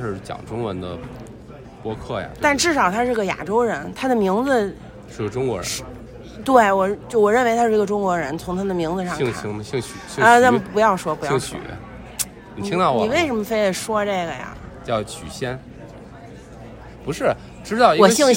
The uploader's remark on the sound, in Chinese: 现场录制 我们受邀参加播客全球年会。